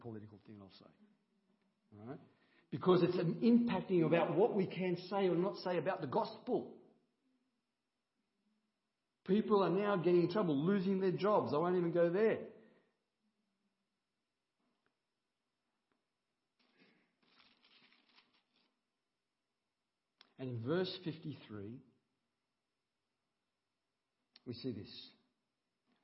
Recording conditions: large echoing room